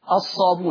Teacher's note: والصابئون تحذف الهمزة فتصير الصابون